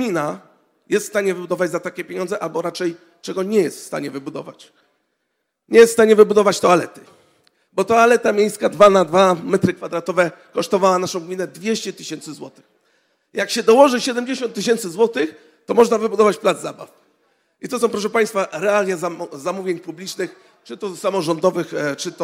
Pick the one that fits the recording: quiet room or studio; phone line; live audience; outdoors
live audience